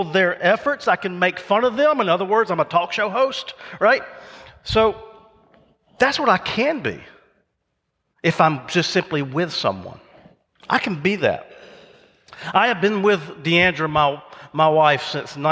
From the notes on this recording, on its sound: recorded live at Covenant